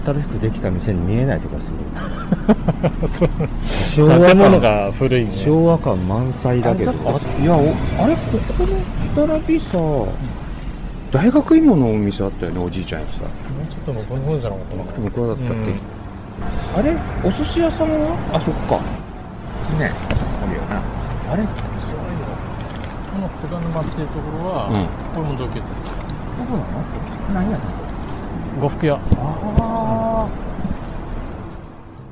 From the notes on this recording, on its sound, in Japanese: 浅草橋散策 その4 おかず横丁編。屋外ロケのためお聞き苦しいところがございますがご勘弁ください。